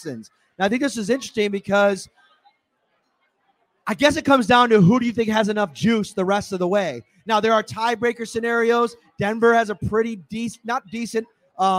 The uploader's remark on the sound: Live from Wingnutz at 700 Military Rd. Come out to Wingnutz North Buffalo for "SHOUT!" Live on Saturday night. They'll host a live edition of the podcast and chat with everyone before and after the show.